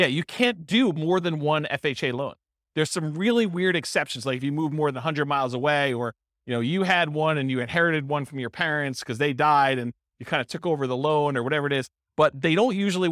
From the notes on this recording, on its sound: This was a live class recorded